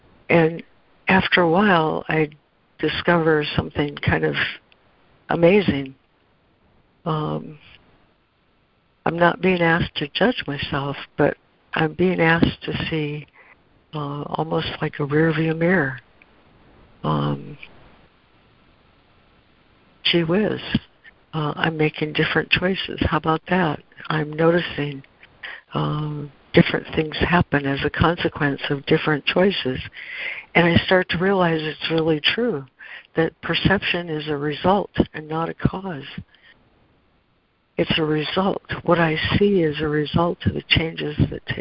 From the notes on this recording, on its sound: ACIM Daily Conference Call.